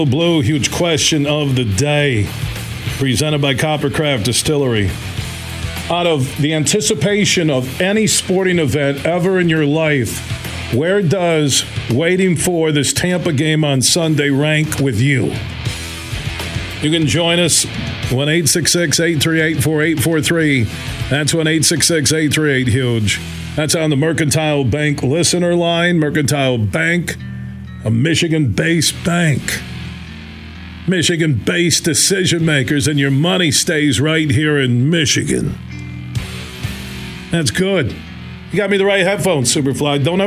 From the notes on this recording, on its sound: we took your calls throughout the show